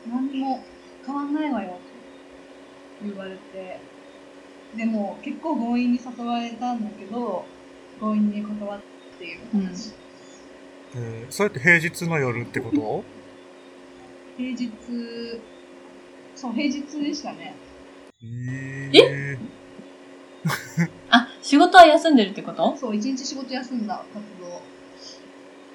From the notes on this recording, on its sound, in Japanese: 音質が不安定です、ごめんなさい。